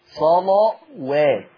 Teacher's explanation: اللام مغلظة لكن الواو مش مغلظة